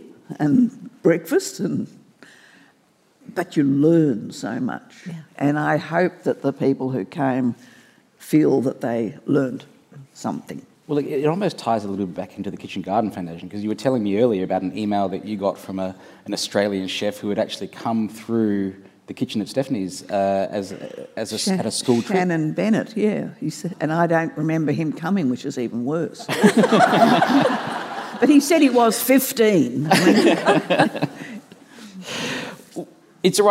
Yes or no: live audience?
yes